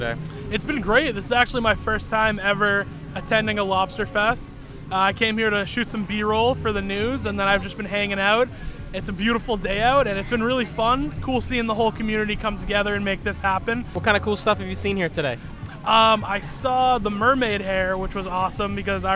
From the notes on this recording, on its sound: LIVE from Lobsterfest. We had the pleasure of attending Marshfield Lobsterfest and decided to show those who attended how easy it is to set up and record a podcast!